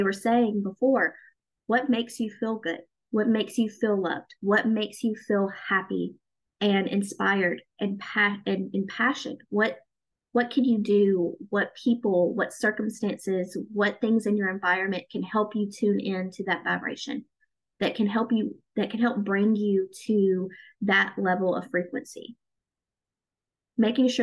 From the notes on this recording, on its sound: I wanted to share the live call that we did in the Chasing Spirituality Community this month. Each month, we have a live zoom call in the community.